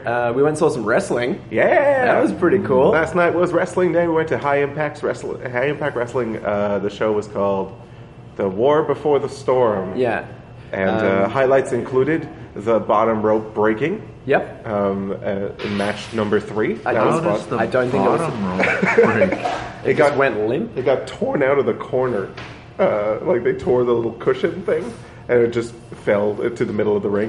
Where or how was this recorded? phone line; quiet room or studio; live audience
live audience